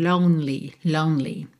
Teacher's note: Você vai do N direto pro L.